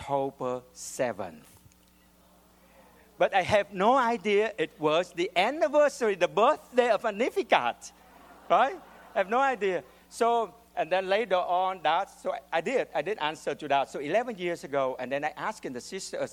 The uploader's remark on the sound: the audience laughs at his amusing behavior